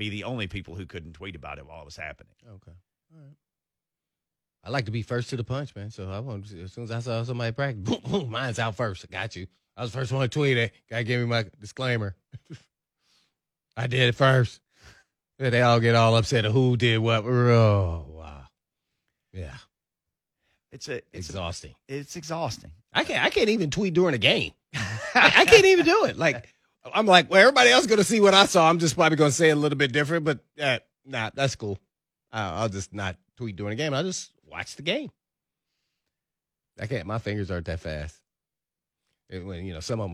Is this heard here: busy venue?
no